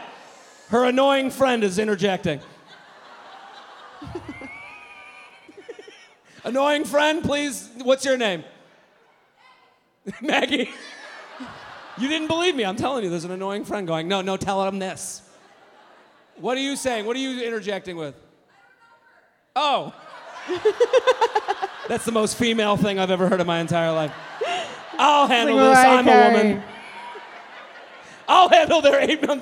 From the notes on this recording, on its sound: A very special bonus episode recorded live at The Vic Theatre in Chicago. They conduct a dating app profile makeover for 2 audience members.